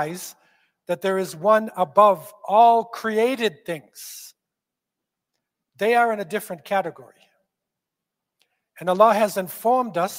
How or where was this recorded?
large echoing room